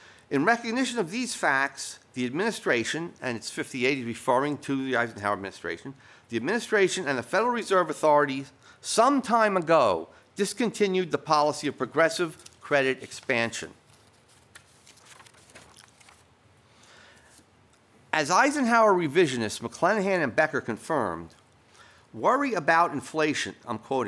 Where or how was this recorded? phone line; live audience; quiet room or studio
live audience